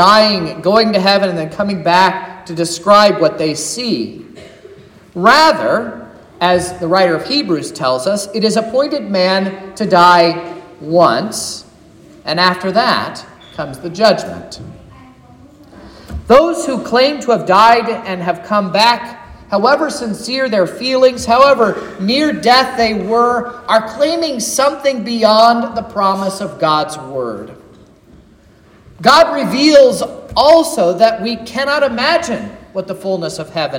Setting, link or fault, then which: setting, large echoing room